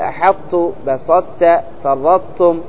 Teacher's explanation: أحط تقرأ بحاء مفتوحة والطاء ساكنة غير مقلقلة، هي عبارة عن صفة الإطباق للطاء، وتاء غير مشددة · Term: الإدغام الناقص